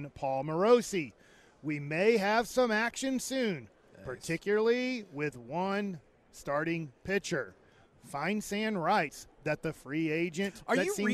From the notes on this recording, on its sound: LIVE from Radio Row in Las Vegas!